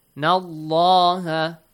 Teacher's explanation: The lam of the word Allah will be pronounced heavily. Why? Because we have fatha.